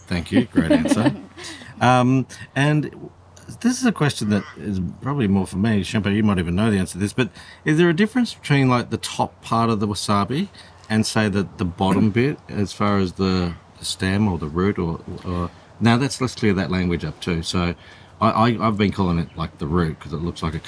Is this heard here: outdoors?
yes